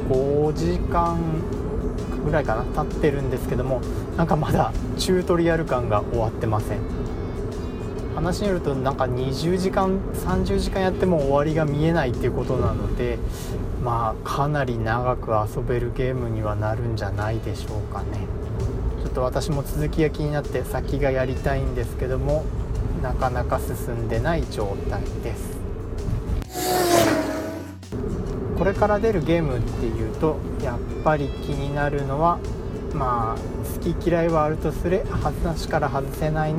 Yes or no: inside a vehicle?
yes